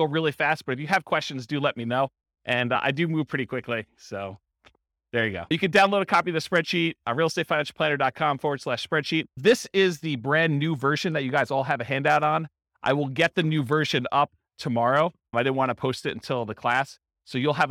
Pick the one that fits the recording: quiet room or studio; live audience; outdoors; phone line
live audience